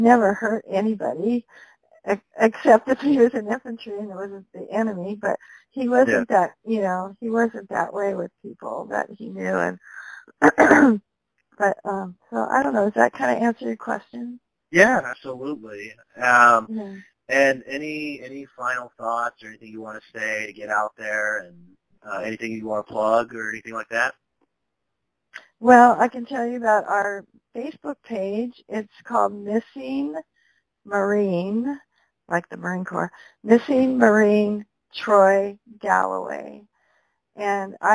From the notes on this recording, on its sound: At the time, a phone interview via our usual ways was not permitted, so the conversation instead was recorded on the phone.